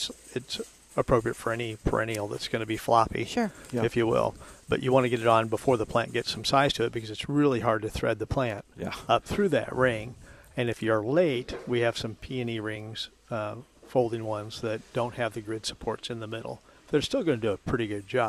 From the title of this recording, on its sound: Live at Prairie Gardens